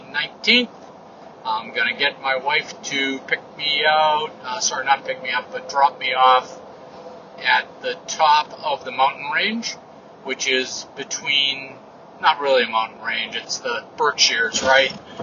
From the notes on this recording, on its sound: an unscripted update from the truck